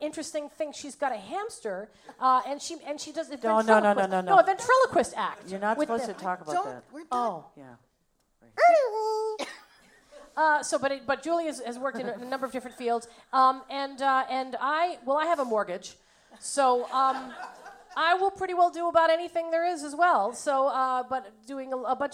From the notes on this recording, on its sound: Recorded live May 9, 2015